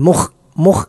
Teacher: ഒന്ന് ഖ എന്ന അക്ഷരമാണ്, തൊണ്ടയുടെ ഏറ്റവും മുകളിൽ നിന്നാണ് ഖ എന്ന അക്ഷരം പുറപ്പെടുന്നത്